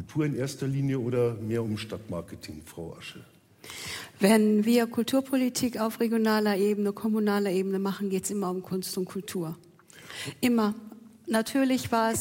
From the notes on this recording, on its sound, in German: Live aus dem Schloss Gottesaue in Karlsruhe